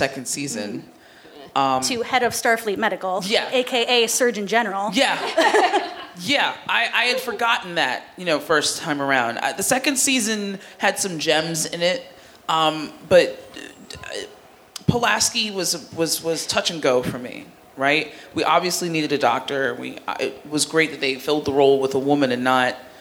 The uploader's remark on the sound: Recorded live at Respect: Women’s Podcast Festival in Philadelphia, PA.